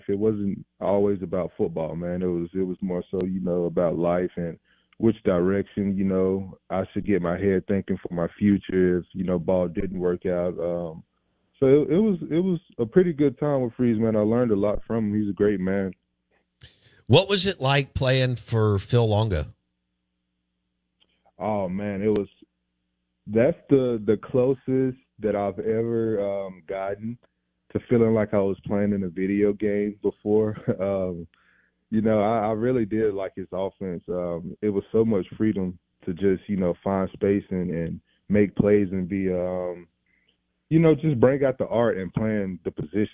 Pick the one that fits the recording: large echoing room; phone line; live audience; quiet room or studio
phone line